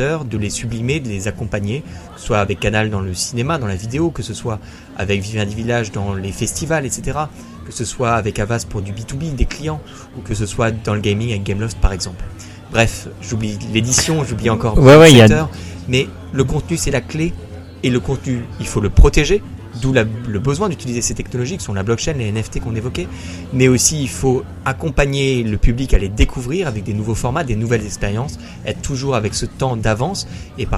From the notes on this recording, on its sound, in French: Cannes 2023. Interview en direct du festival de Cannes.